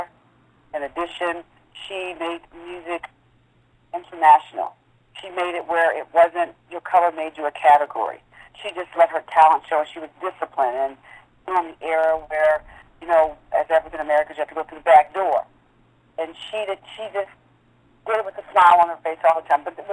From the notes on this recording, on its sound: Conference Call interview